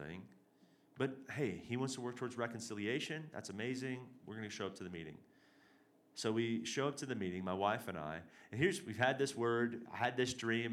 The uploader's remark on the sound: This is the third and final session of our Hearing God and Prophecy Conference as well as our Sunday morning message. Reclamation Church Denver.